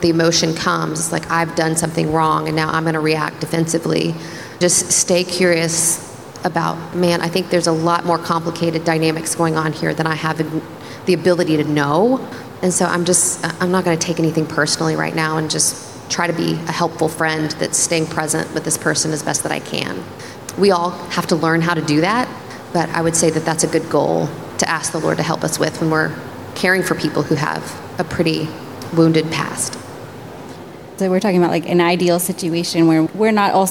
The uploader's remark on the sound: In this live event recording